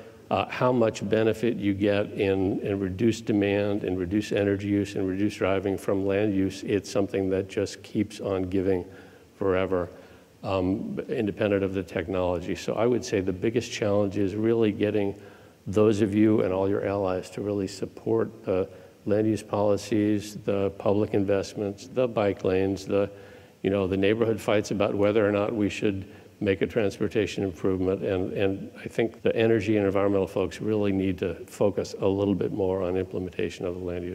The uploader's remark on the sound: The best of live interviews from GreenBiz events.